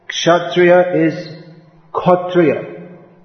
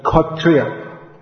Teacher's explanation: What is pronounced as kshatriya in Sanskrit becomes khatriya.